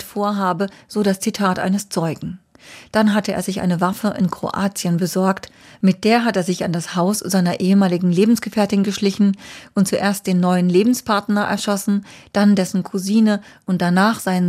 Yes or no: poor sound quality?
no